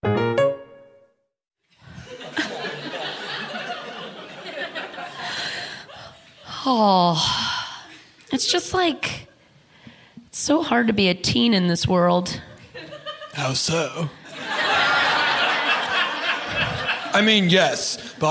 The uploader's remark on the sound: live from the 21st Del Close Marathon in Los Angeles